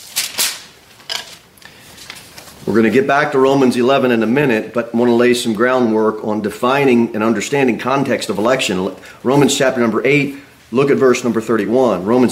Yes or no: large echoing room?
yes